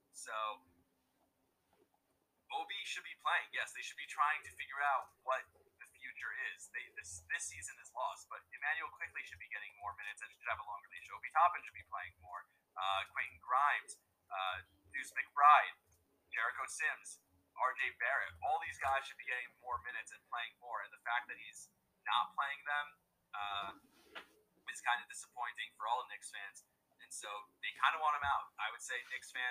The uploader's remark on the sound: Srry for the cutouts the recording cut out multiple times during episode.